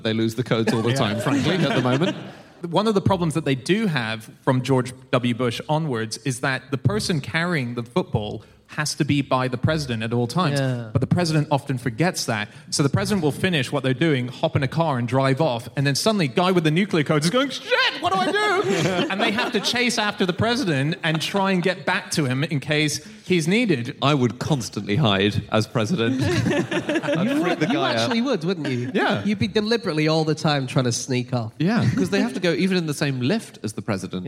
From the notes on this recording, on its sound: Live from Birmingham